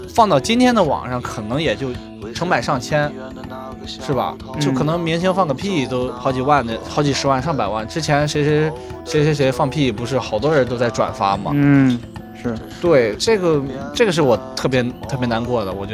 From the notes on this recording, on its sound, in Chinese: 在夏入秋的一个周末晚上。坐在人美大厦的院子里。